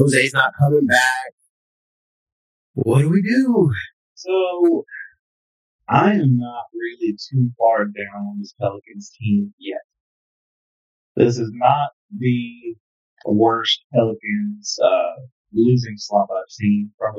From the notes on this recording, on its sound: We experienced some technical difficulties during recording